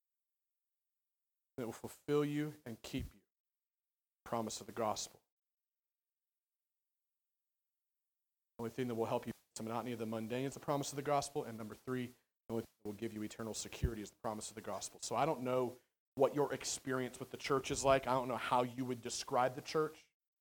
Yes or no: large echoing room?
yes